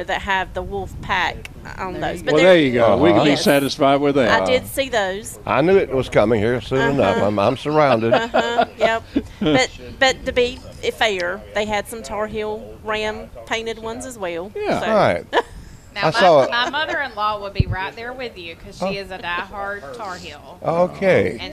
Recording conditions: busy venue